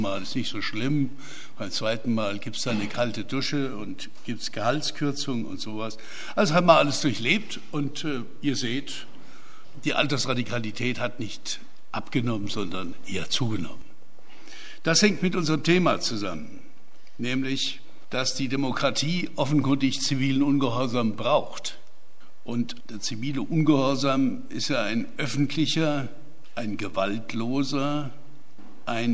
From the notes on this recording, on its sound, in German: Mitschnitt des Referats